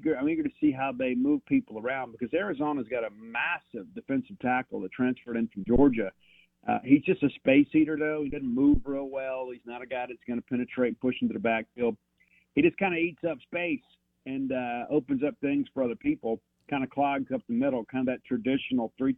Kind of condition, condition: link, phone line